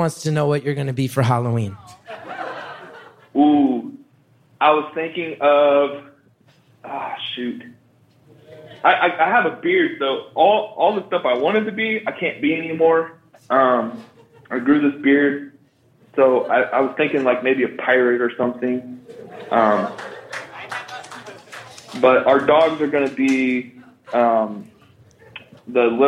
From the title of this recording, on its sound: Live From Philly